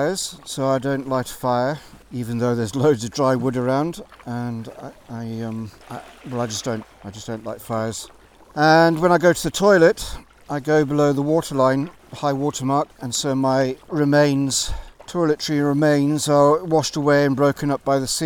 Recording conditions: outdoors